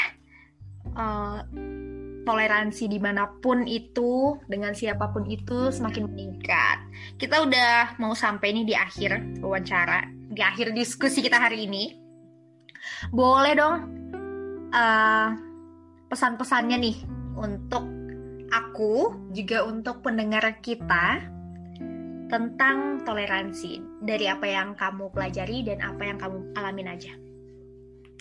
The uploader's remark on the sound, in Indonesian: Situasi pandemi yang belum usai menyebabkan wawancara tidak dapat dilakukan secara langsung dan tatap muka. Oleh karenanya perbincangan ini dilakukan secara daring melalui aplikasi Zoom Meeting. Upaya terbaik telah dilakukan agar percakapan ini dapat didengarkan dengan jelas.